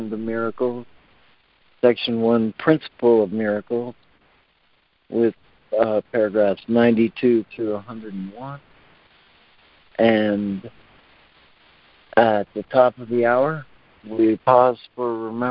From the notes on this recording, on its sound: ACIM Daily Conference Call.